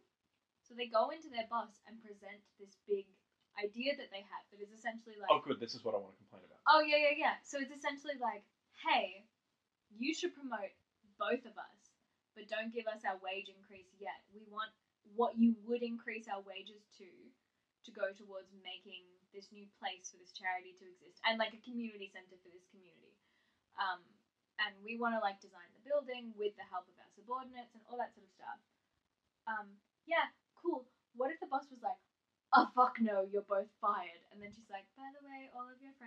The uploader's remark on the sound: Sorry that the audio is very low